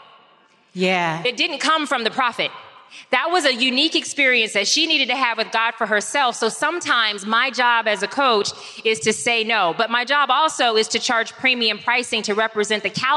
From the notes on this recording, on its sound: LIVE from Atlanta